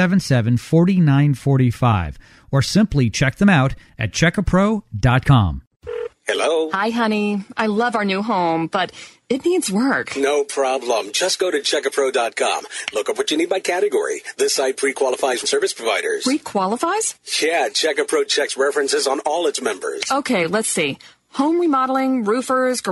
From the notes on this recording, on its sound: takes phone calls from homeowners